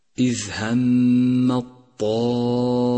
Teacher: تنبه إلى سقوط حرف التاء في كلمة همت، فإنه يسقط في حالة الوصل، ولذلك هو رمادي اللون في مصحف التجويد إشارة إلى عدم لفظه.